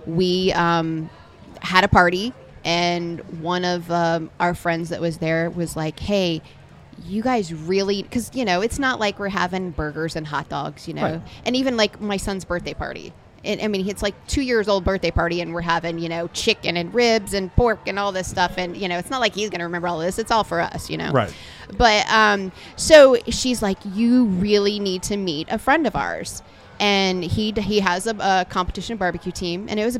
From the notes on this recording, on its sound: Live From The Jack Daniels BBQ Championship. At the Jack Daniel's World Championship BBQ Invitational.